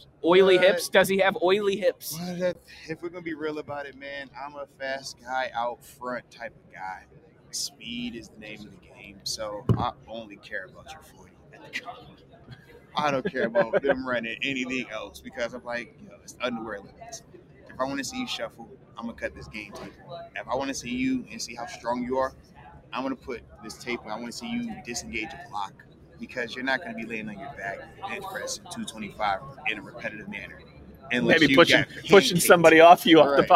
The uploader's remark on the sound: LIVE from the NFL Combine